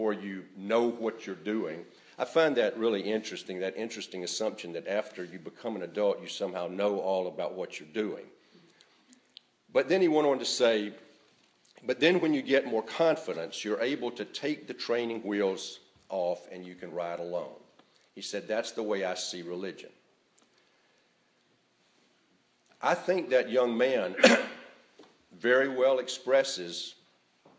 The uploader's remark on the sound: A recording of the morning service sermon on January 7,2018